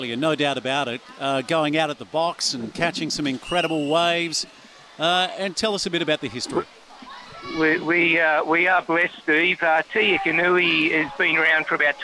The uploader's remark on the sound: Live from a boat at the Te Ika Nui Outriggers hosting the 50 Kilometre Head to Head Race - Patonga to Terrigal and back.